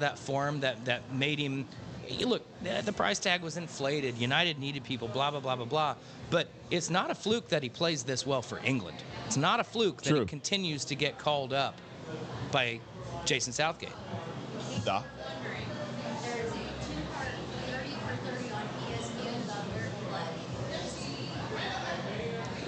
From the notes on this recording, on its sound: celebrating live from Chatham Tap Fishers